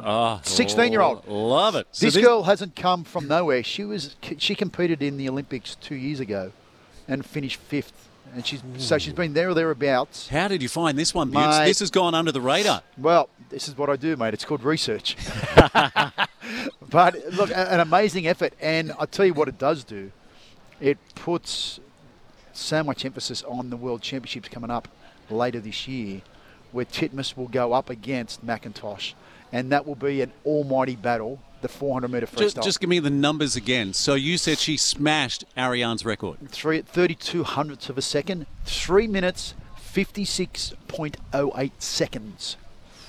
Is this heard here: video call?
no